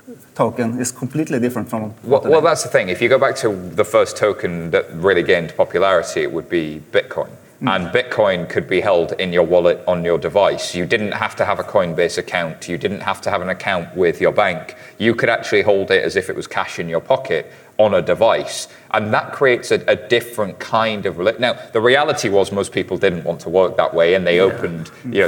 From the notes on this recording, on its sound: directly from the stage at Money20/20